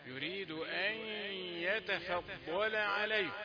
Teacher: في غنة نون ساكنة وجب عليها ياء